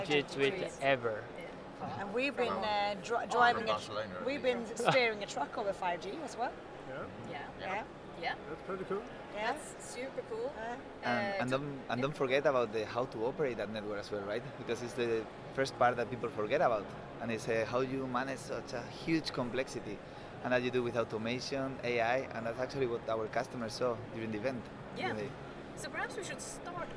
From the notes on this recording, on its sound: Live at Mobile World Congress. At the year's biggest event for the mobile tech industry. Are joined by the team behind Ericsson's massive stand.